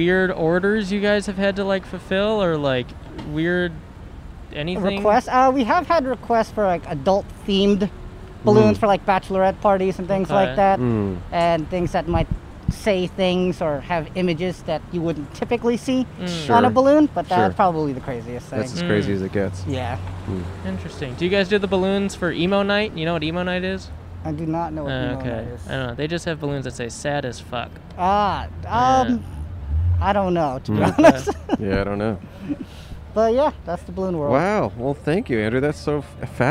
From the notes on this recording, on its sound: We set up in front of The Americana. Recorded on Brand Blvd in Glendale, California.